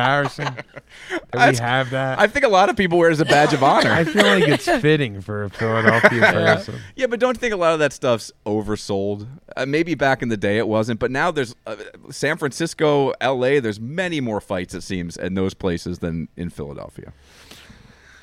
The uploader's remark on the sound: Live From SoulJoel’s at SunnyBrook